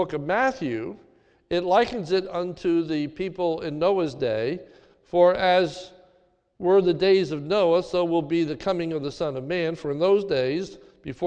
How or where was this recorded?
large echoing room